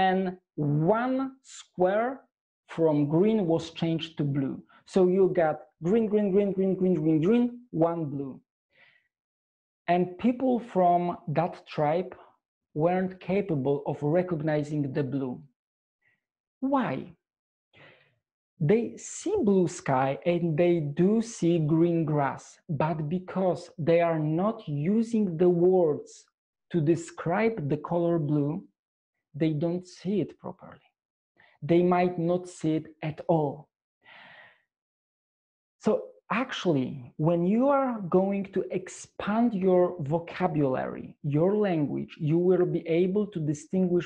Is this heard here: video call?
yes